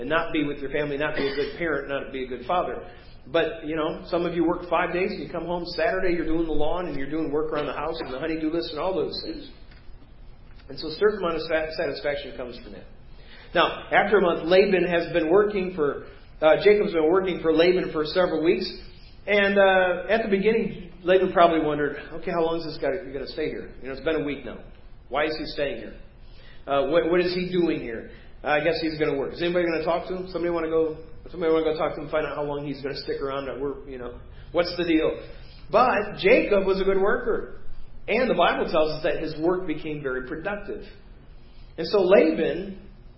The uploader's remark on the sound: Preached at First Baptist Church of Hazel Park